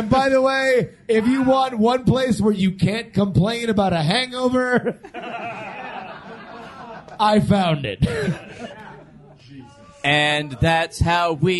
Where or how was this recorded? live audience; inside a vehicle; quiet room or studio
live audience